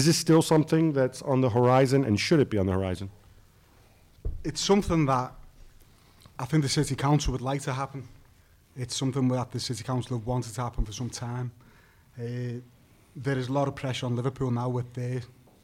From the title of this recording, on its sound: Live from Liverpool